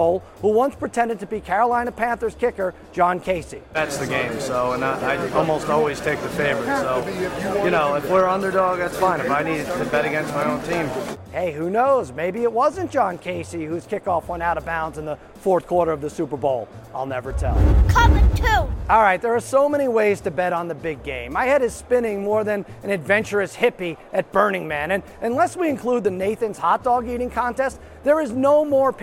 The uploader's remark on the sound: Live From Radio Row